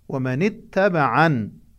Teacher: الكلمة انتهت بالنون المكسورة ولم يشبع الكسرة